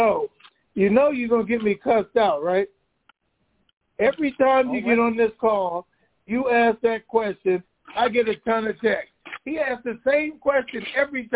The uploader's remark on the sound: TNTSuperfantastic Conference Call